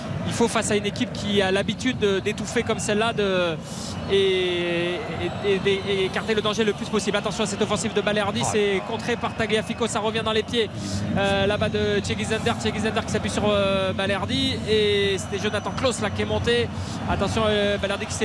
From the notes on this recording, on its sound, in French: en direct du Groupama Stadium